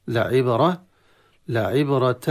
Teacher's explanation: لعبرة القلقلة في الباء ساكنة تقلقل قلقلة صغرى